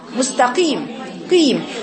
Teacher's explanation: القاف المكسورة بيبان فيها اثر الكسر جدا